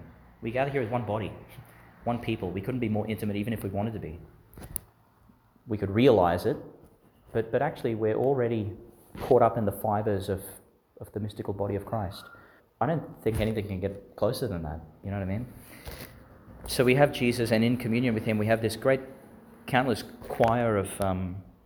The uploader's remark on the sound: Homily for the Twentieth Sunday in Ordinary Time, delivered in St Peter Chanel Church, Miriam Vale, Qld.